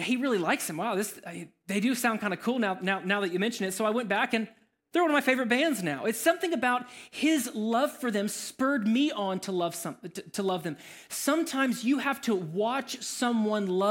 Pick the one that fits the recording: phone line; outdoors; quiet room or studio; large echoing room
large echoing room